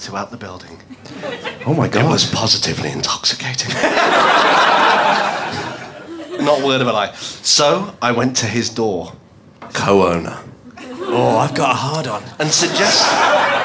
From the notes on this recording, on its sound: Warm up before our last podcast recording at London's Soho Theatre in April.